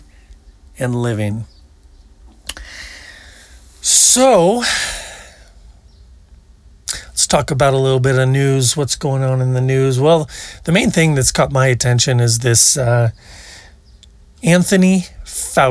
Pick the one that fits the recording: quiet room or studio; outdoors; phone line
outdoors